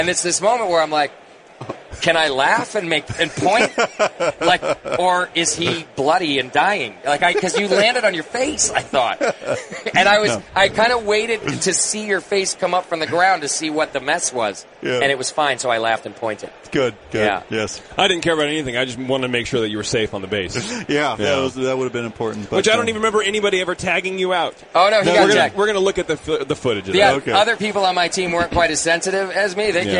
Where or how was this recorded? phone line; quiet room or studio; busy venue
busy venue